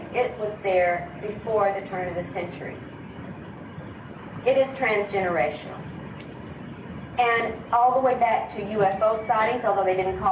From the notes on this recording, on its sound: Sorry for the poor audio quality.